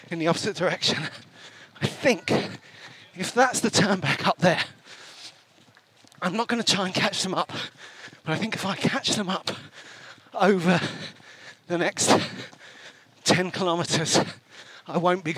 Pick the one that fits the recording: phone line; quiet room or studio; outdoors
outdoors